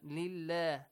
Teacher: The lam in the word Allah is pronounced lightly with an E sound.